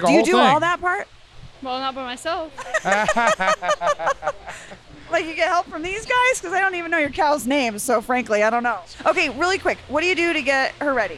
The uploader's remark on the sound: Live at the National Western Stock Show. As they talk to ranchers and vendors, old-timers and outlaws, and all sorts of colorful characters in town to carry on this beloved Denver tradition.